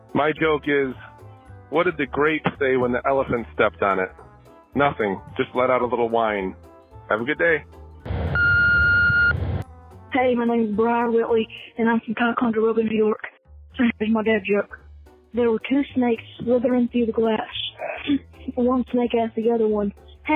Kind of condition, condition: link, phone line